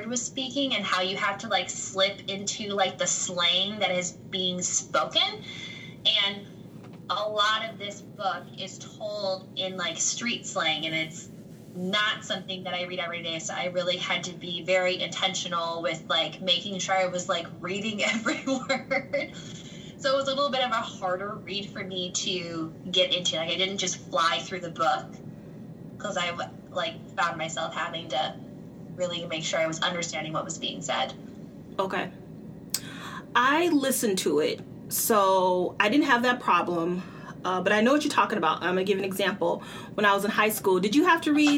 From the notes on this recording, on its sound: Is in the process of moving so please excuse the sound quality.